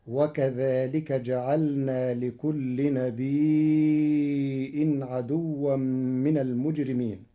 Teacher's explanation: قرأ ورش كلمة نبي بهمز بعد الياء الساكنة فيمدها مدا متصلا لأنها أصبحت مدا متصلا مشبعا على الأصل فتصير هكذا وكذلك جعلنا لكل نبي عدوا من المجرمين.